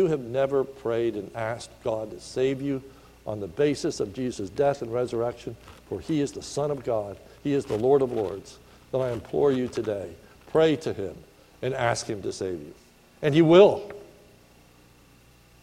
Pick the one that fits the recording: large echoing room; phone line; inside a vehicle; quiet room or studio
large echoing room